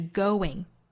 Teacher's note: going 这个词内部有一个小的 w 的连贯